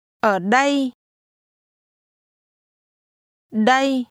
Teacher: The second part of here has a mid-level tone.